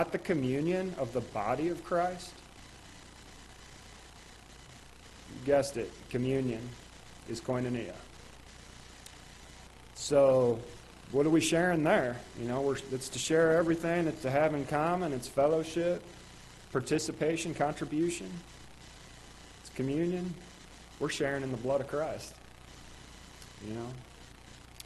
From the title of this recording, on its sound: Ketha Heights Baptist Church ~ Live Broadcast